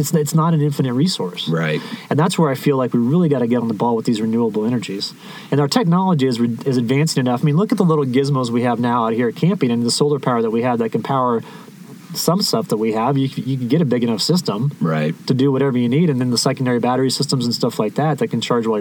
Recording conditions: outdoors